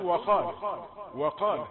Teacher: الواو ملتصقة بالقاف آخذة تفخيم القاف وقال، ولا تقول وافتح الفم وشكله واضبطه على صورة الحرف المنطوق.